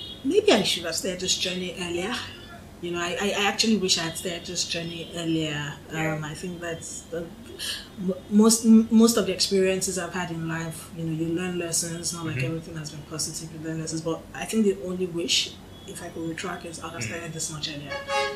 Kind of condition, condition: fault, background noise